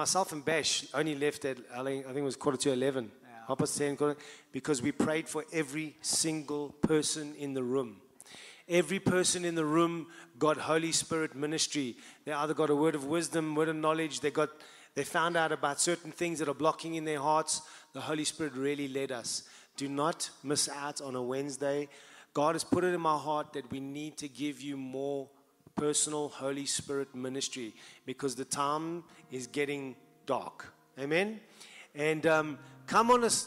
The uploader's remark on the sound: Host a round table discussion to consolidate the sermons in this series and take questions and comments from the live audience.